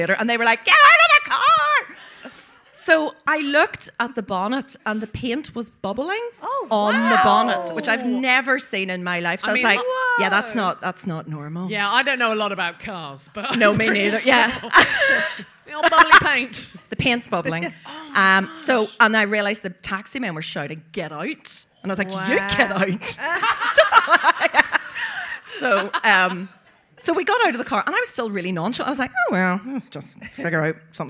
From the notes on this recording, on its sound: It's back to Belfast for this episode of DWSC when the well-oiled team did their second live show of the day for the city's Out to Lunch festival. Bringing the show to a close is a member of the audience.